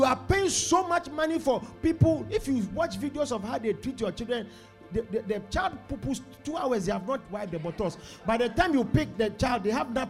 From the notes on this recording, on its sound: Preached at The Supernatural Encounter Service.